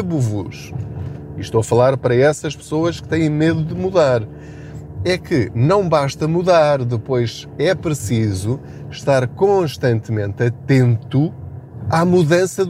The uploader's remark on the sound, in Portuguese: Aproveite a minha boleia. Não ligue aos barulhos da viagem.